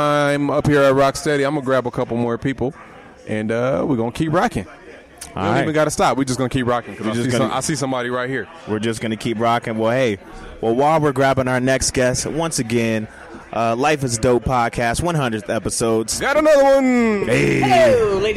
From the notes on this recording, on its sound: we celebrate our 100th Episode live at Rock Steady